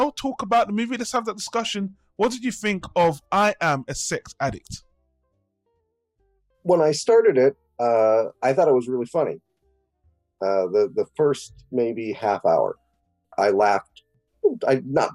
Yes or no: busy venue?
no